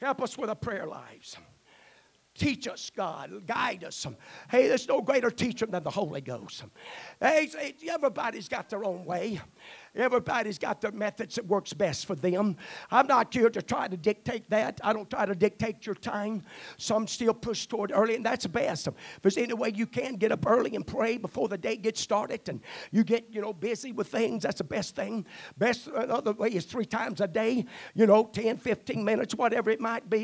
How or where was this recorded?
large echoing room